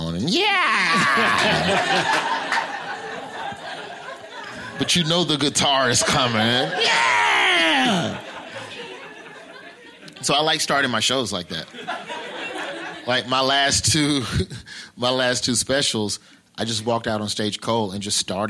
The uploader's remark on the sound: Live at SXSW